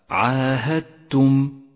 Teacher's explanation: بنفس الآية الإدغام المتجانس في كلمة عاهدتم، حرف الدال والتاء يخرجان من نفس المخرج ولكن يختلفان ببعض الصفات، تدغم الدال بالتاء وتشدد التاء وتسقط الدال من اللفظ ولذلك لونت بالرمادي في مصحف التجويد، تقرأ الكلمة هكذا عاهدتم وليس عاهدتم فهو خطأ شائع.